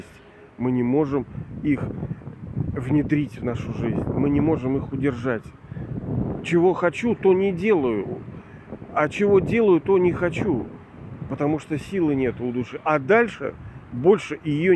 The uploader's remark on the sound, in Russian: Извиняюсь за качество записи, ветренновато бывало